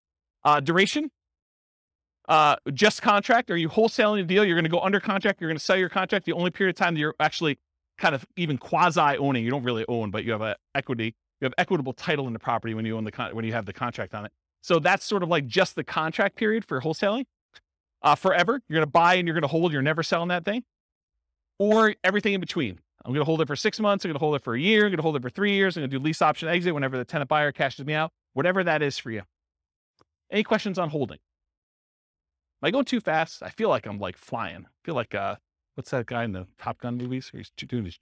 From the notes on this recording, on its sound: This was a live class recorded